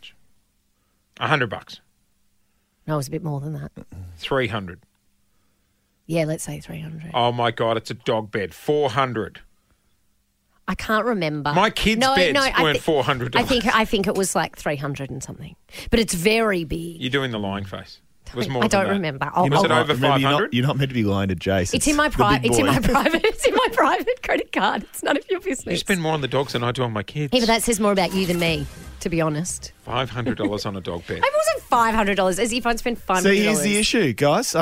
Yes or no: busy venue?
no